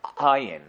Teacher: When he says the Ayin, he almost like swallows it. It's like Ayin like that.